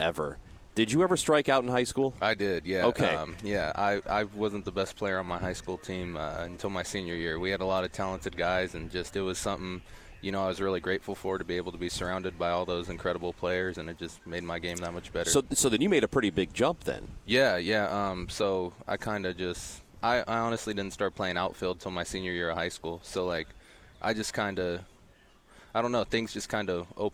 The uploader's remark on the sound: The Fast Lane Live from Spring Training. By 101 ESPN.